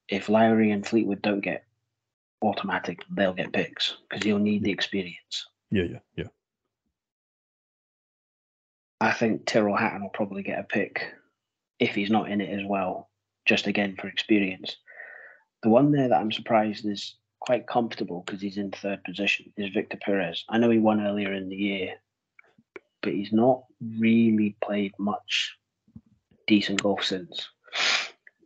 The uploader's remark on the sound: We had to record this weeks episode via Skype due to circumstances out of our control, the audio is shite so please bear with us and we apologise in advance